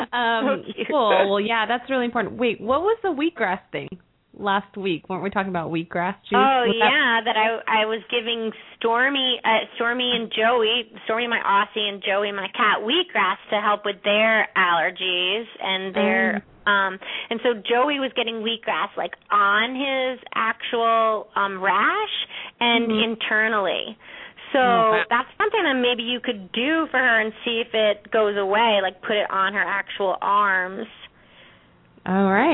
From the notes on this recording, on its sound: open up the lines for listeners to call